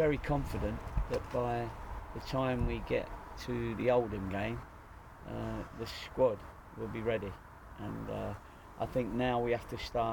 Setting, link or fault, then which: setting, inside a vehicle